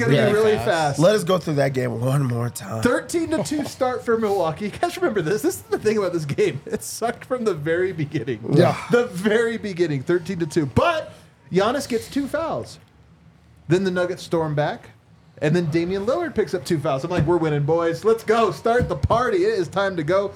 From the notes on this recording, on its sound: come to you LIVE from the DNVR Bar